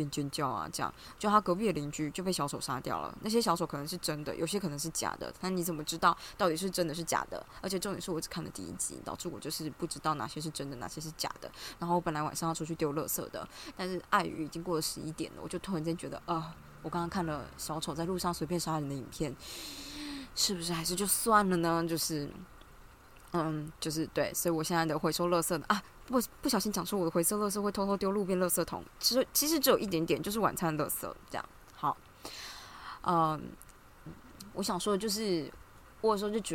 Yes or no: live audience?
no